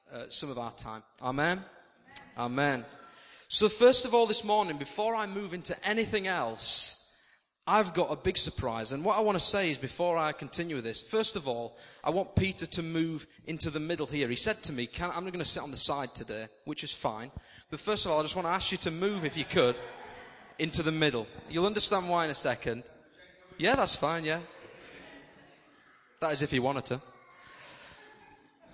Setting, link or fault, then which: setting, large echoing room